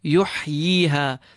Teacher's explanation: feel the clean ha in the center of your throat · feel the ha exiting from the bottom of your throat, nice and clean.